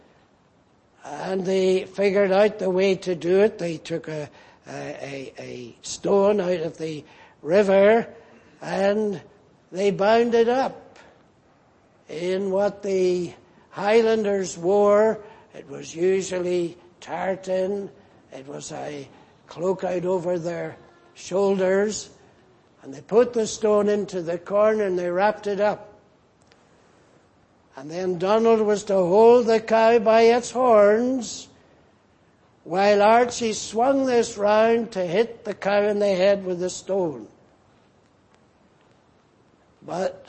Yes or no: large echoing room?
yes